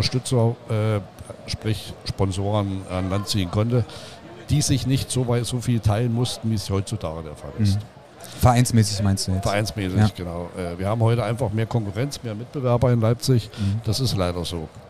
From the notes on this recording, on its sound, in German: LIVE aus unserem mobilen Podcast Studio von der Modell-Hobby-Spiel auf der Messe Leipzig